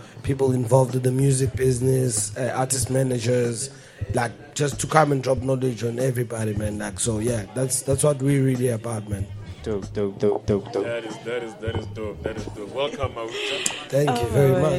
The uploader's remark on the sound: we found this recording that we made during The Kulcha Market in May 2022